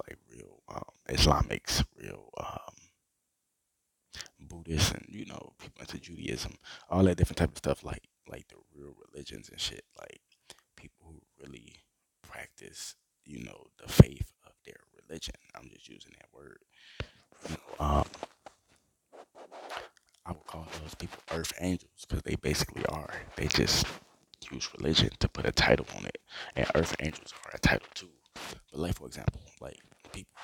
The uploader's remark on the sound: Sorry about the microphone quality